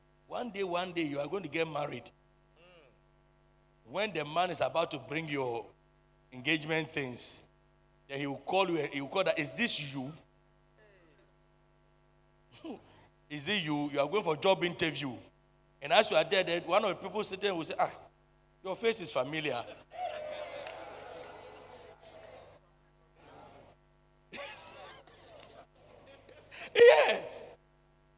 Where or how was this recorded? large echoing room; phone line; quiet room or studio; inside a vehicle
large echoing room